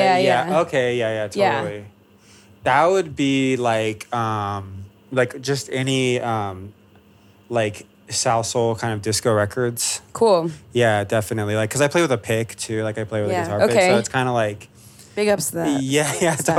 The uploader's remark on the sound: chop it up backstage at Pitchfork Music Festival 2017